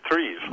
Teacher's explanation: if you're around some Russians, you ought to say TRIZ, like a rolling R and a I like two E's.